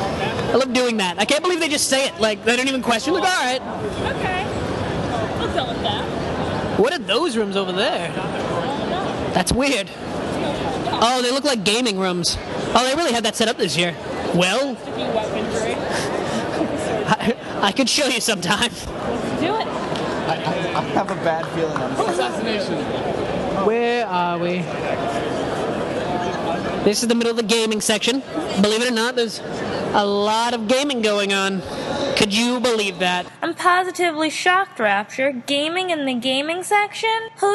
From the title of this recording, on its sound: Geek Media Live Connecticon 2012